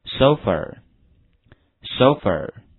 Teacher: 这个 O 的发音是 O,双元音 O, A 的发音是 E